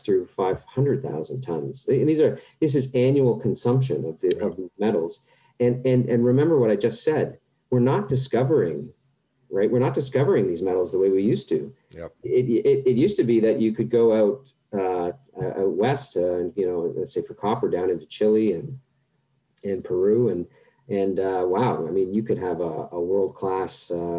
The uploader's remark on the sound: at the Global Mining Symposium online conference